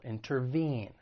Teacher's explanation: the verb has three syllables. The stress is on that third syllable